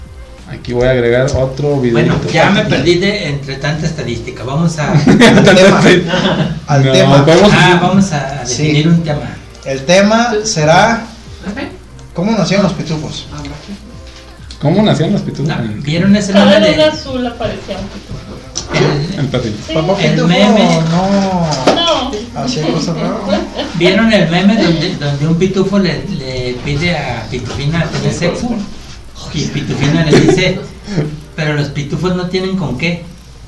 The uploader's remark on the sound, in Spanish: En vivo Fallido. Esperamos mejorar el audio.